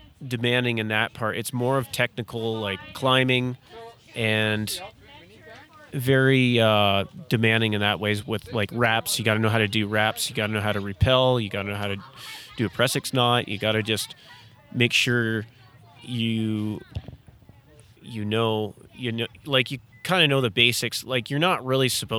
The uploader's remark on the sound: This episode was recorded in a public parking lot so lots of things were happening. Especially with strangers walking by who wanted to get in on the fun!